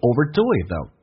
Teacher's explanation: Do 跟 it 可以中间加一个 what 这样的一个发音 · Term: 元音跟元音之间的连音